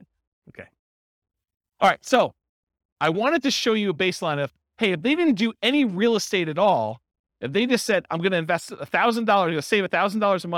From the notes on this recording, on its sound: This was a live class recorded